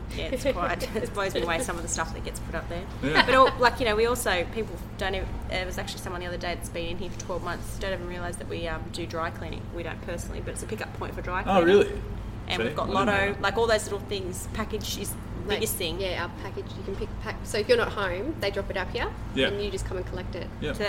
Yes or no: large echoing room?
no